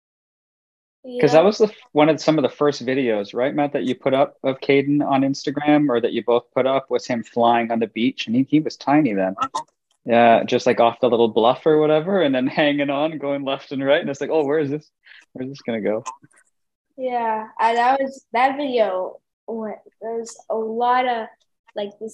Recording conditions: video call